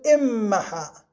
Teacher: ففي إنمحى قلبنا النون ميما فصارت إمحى، ثم أدغمناها في الميم الثانية · Term: إدغام النون الساكنة